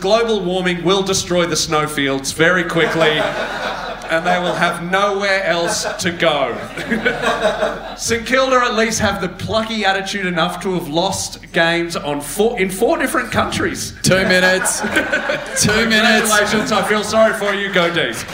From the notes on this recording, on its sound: Recorded live at the Comics Lounge in North Melbourne, we present our first live show.